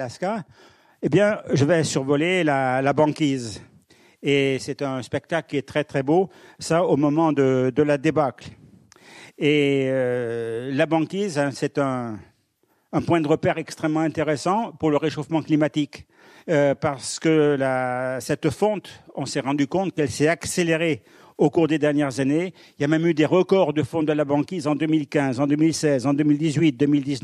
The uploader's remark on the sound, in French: Enregistré par RCF Charente. À l'Université du Temps Libre à Angoulême.